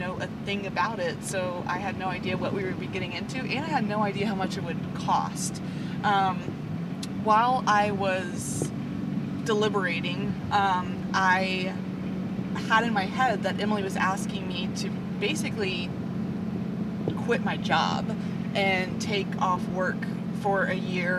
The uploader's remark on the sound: We apologize for the background hum! We won't do anymore podcast in the car!